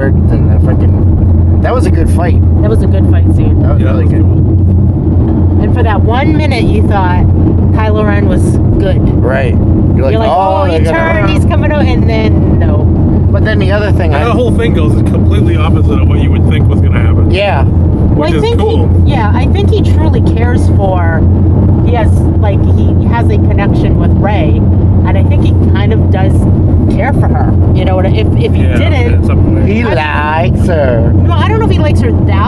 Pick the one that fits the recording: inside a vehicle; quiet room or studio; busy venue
inside a vehicle